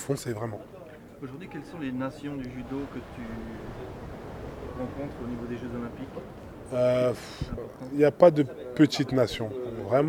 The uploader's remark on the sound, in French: ARUE. Ont convié les journalistes pour une conférence de presse.